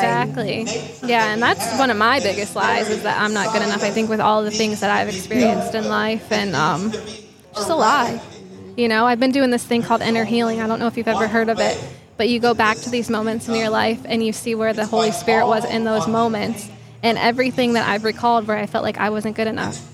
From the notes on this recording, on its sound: LIVE at Healing Night in West Palm Beach. Check out the live healing event we were able to attend.